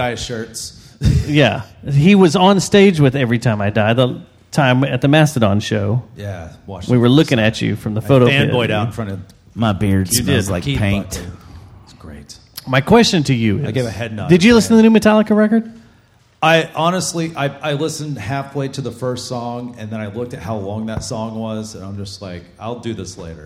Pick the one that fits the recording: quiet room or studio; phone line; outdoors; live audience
live audience